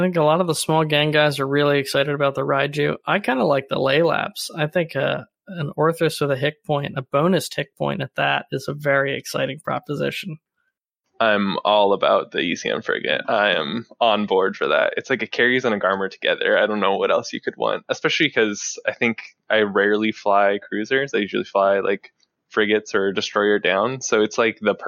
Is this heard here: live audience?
no